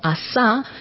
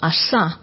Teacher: en el español de Antioquia tenemos que ellos realizan las S que nosotros llamamos asibiladas · Shown in: second take